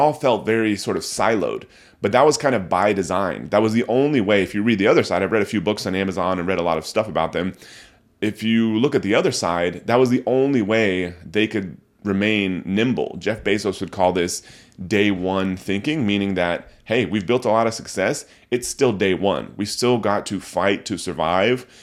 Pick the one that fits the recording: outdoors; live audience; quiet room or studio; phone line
quiet room or studio